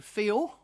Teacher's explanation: New Zealanders won't pronounce the L at the end of a word like feel. They'll say feel like that, like I do sometimes.